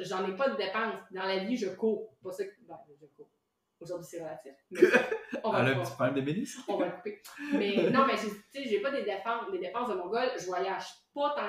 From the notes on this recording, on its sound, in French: On a encore des problèmes de sons. Pour se faire pardonner de la qualité audio.